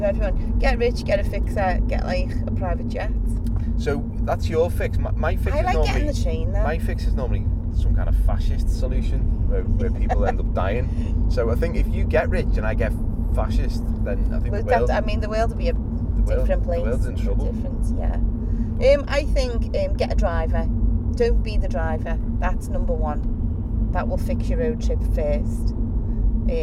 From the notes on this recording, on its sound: We recorded this episode on the way to a gig so it seemed like the perfect time to discuss roadtrips.